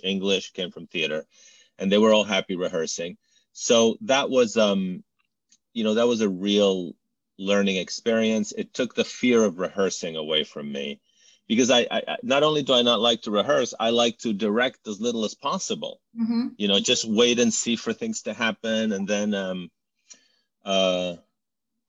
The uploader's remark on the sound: in a spoiler-filled virtual Q&A